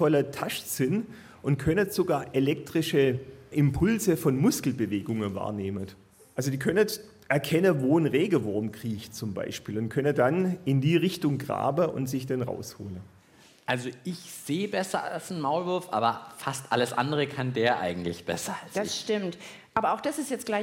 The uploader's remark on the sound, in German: Wird das Lachlabor-Team mit Unterstützung des Publikums vom BR Podcastfestival in Nürnberg die Antwort finden?